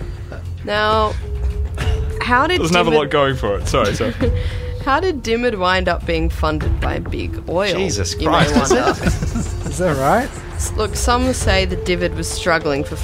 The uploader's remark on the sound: we’re broadcasting LIVE from the Chatswood Chase Genius Bar!